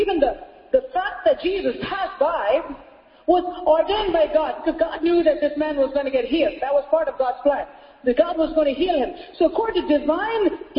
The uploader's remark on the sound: Sunday Service Message